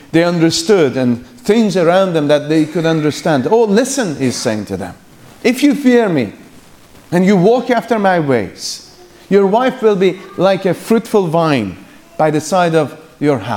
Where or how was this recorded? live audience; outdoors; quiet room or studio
live audience